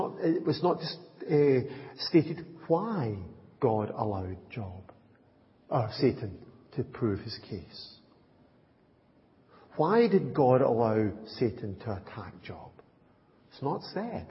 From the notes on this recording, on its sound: Audio recording of the Sunday morning Bible Teaching. At Enniscorthy Christian Fellowship, Enniscorthy, County Wexford, Ireland on 24th September 2023.